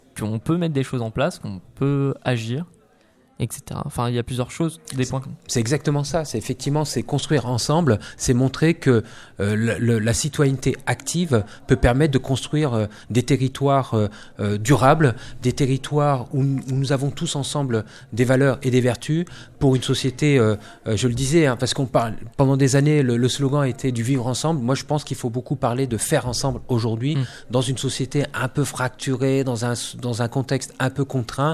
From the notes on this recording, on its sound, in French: Emission réalisée en direct samedi 30 mars 2019 depuis le Campus des metiers 37 de Joué-les-Tours.